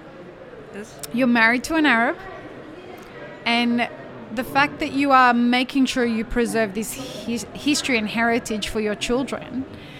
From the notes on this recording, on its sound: Live-streamed from the show floor at World of Coffee Dubai 2024.